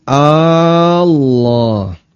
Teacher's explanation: Allah jangan sampai dipanjangkan bagian depan.